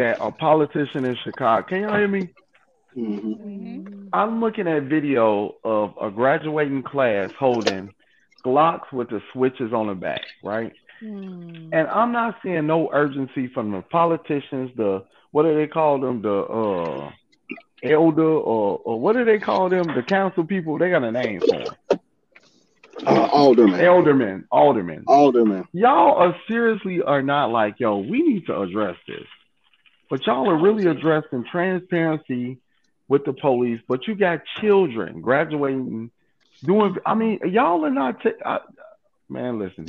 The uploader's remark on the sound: we have phone conversations